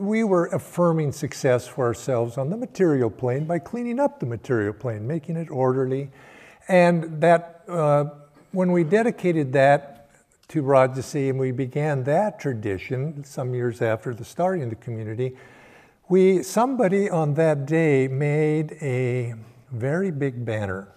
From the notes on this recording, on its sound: Sunday Service talk. Recorded at Ananda Village.